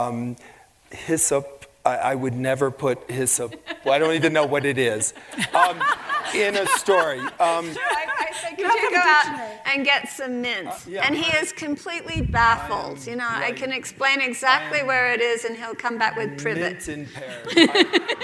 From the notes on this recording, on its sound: Onstage for a lecture series held by Aspen Words, the literary organization of The Aspen Institute.